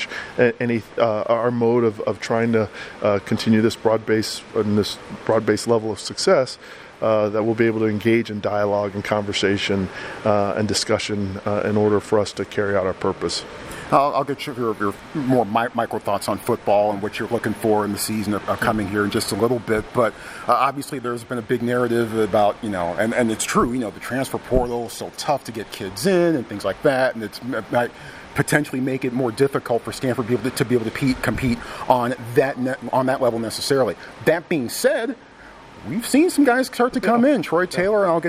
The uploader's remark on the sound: Live from Pac-12 Football Media Day in Las Vegas